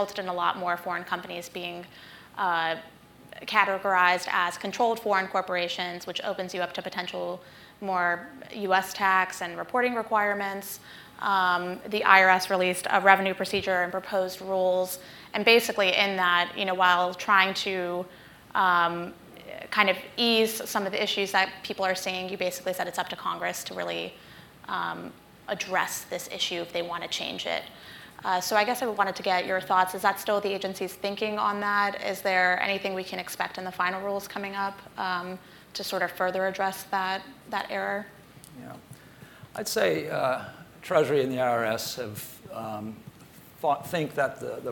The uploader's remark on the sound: At Bloomberg Tax's 2020 Outlook on Tax event in Washington